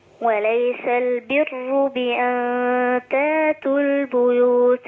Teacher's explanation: رقق الراء لأنها مضمومة مصبوغة بكسر أصلي